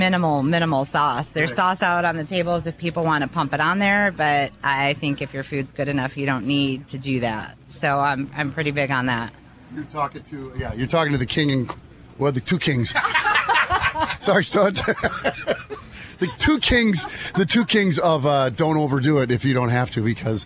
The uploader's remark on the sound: This episode was live from Mankato's annual RIBFEST celebration in Riverfront Park.